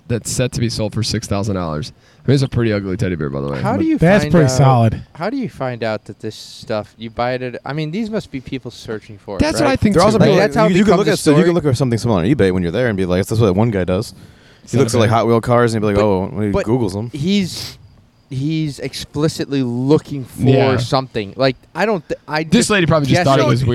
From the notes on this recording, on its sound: A beautiful Saturday under the stars. The boys enjoy a nice pregame outside while enjoying espresso martinis and craft beer.